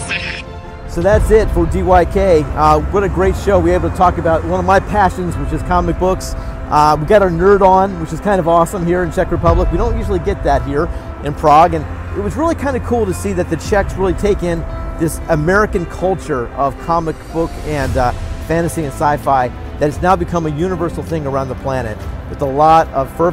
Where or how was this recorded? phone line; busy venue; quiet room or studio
busy venue